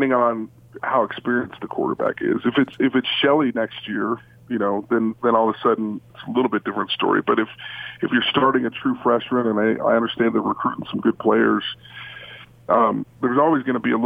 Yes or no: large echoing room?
no